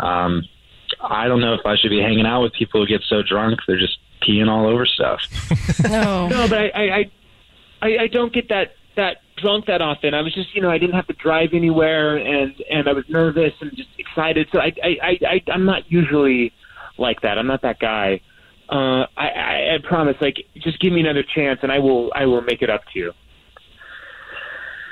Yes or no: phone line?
yes